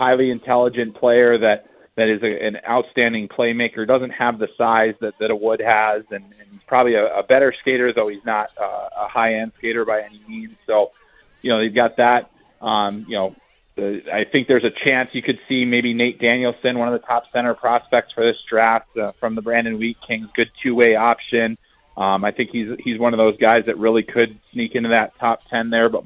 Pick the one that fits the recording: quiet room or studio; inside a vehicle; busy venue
busy venue